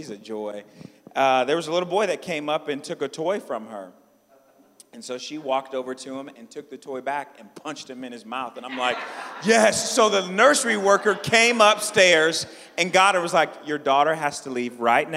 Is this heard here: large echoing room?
yes